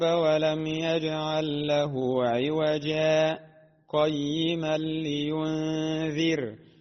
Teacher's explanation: بعد كلمة عوجا ورد قول الله عز وجل قيما، فهنا يسكت القارئ إذا أراد أن يصل الآيتين هكذا: الحمد لله الذي أنزل على عبده الكتاب ولم يجعل له عوجا قيما لينذر. هكذا سكت لطيف يقدر بمقدار حركتين كالغنة سواء بسواء